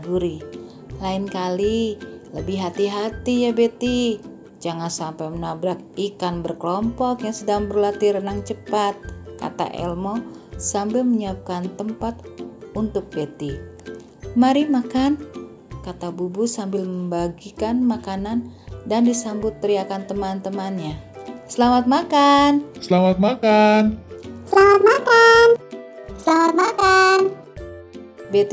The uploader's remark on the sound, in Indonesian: Cerita direkam menggunakan HP. Di rumah dan dikirimkan via aplikasi chat di masa awal PPKM, saat kita semua dianjurkan untuk mengurangi mobilitas dan tetap di rumah saja di akhir pekan.